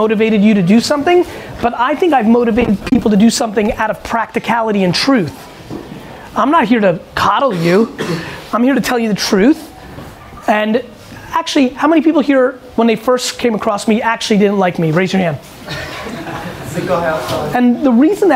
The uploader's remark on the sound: A Live Q&A At The K-Swiss London Popup